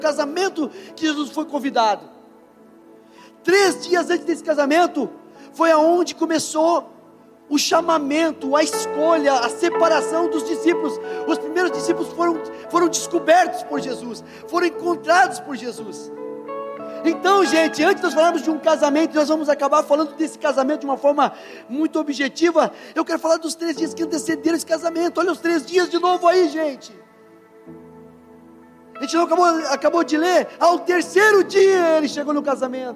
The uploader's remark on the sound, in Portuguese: gravado em nossa reunião de domingo